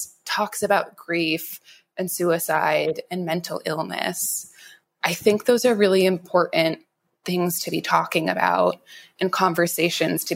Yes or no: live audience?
no